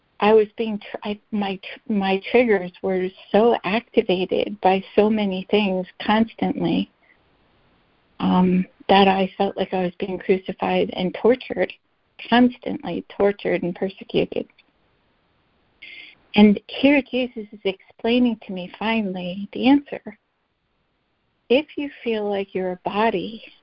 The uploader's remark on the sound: ACIM Daily Conference Call